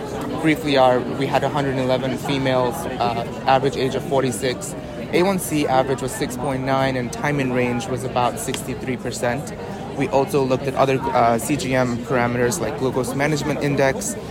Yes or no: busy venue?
yes